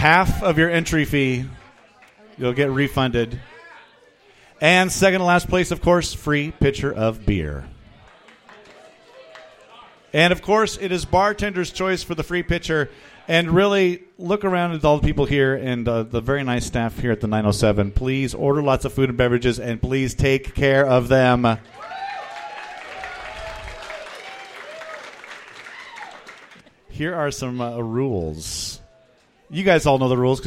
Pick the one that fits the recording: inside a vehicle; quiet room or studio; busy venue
busy venue